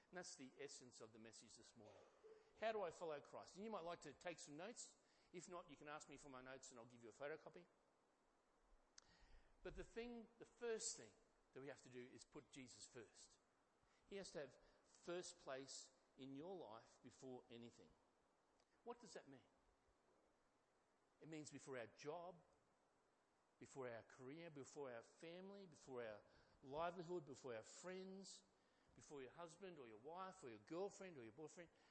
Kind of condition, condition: setting, large echoing room